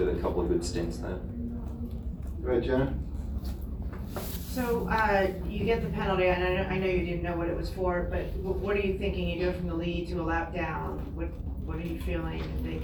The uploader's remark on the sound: Live from Daytona